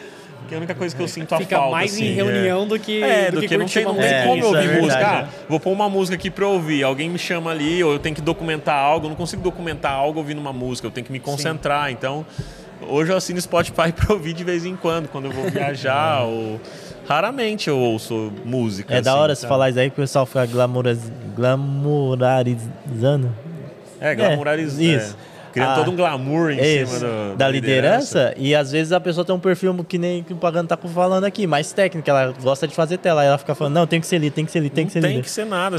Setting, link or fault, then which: setting, busy venue